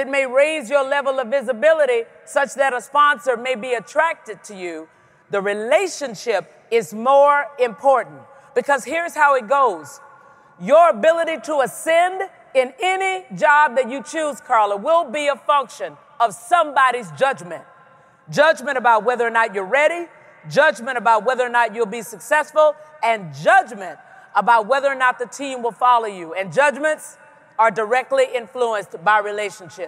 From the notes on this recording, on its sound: Speaks at the 2017 Pennsylvania Conference for Women